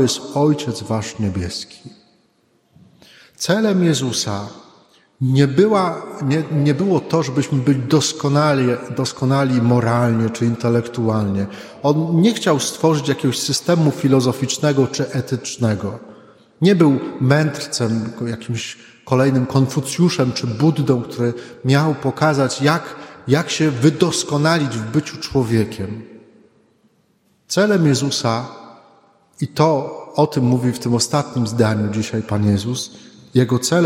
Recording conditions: large echoing room